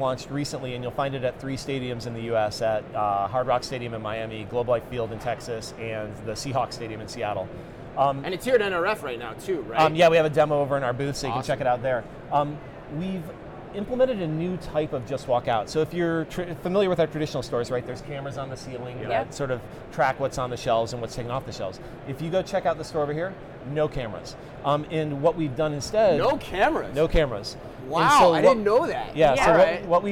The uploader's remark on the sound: Live From NRF 2024